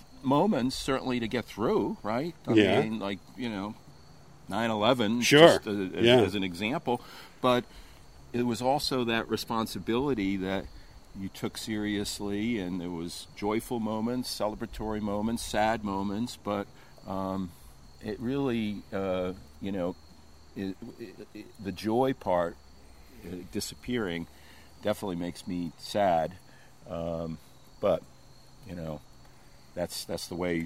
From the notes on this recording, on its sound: take a walk around Walden Pond